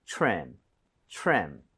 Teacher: TRE 붙어 있고 그다음에 모음으로 연결이 되면 크리스마스 트리처럼 치읓 비슷해집니다